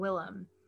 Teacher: put emphasis on the first syllable and less so on the second syllable in terms of enunciation